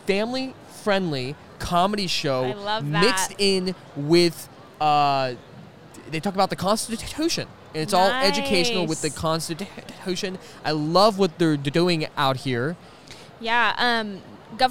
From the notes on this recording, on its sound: This is another one from the FPEA Homeschooling conference